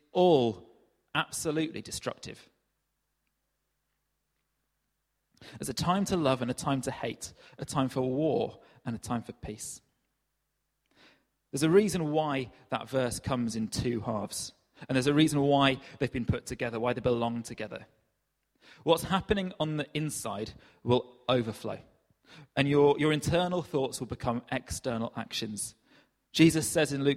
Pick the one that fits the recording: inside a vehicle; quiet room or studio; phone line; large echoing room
large echoing room